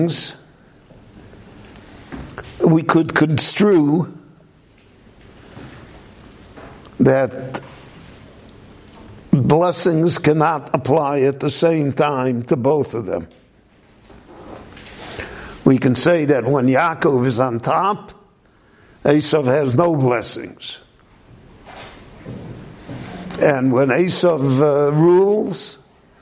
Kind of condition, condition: setting, live audience